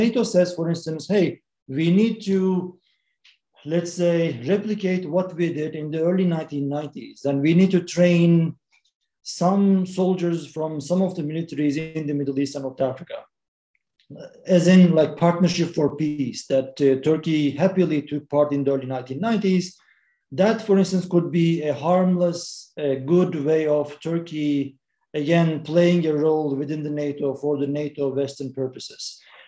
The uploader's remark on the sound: This public talk was conducted online via Zoom